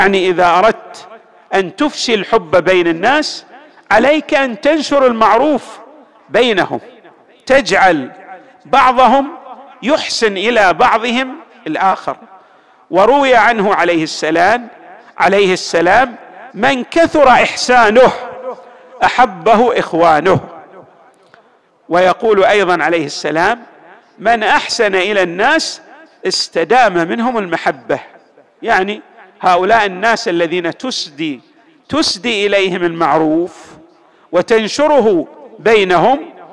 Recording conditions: large echoing room